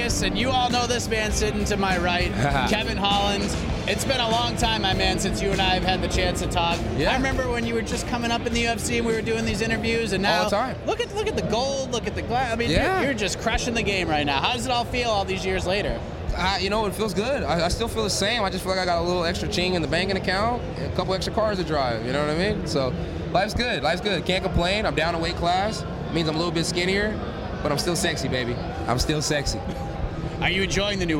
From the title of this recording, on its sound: LIVE From Las Vegas